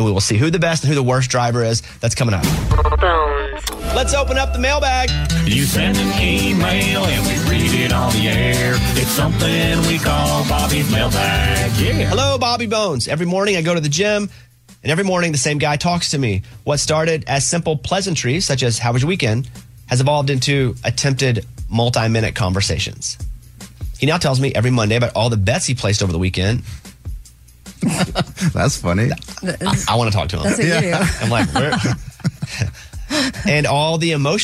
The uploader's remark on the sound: called into the show